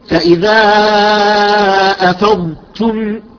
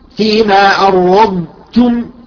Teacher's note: نستطيل بالضاد، ثم ننتقل بانسيابية إلى التاء ونعطي همسا بسيطا للتاء ولو كانت متحركة، لأن الهمس من صفات التاء. · Term: همس التاء